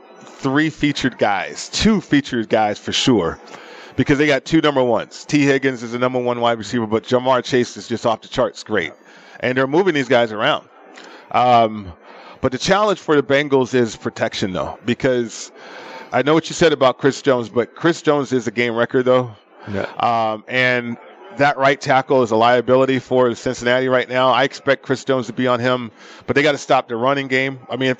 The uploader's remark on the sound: Live from the Superbook at the Westgate Las Vegas.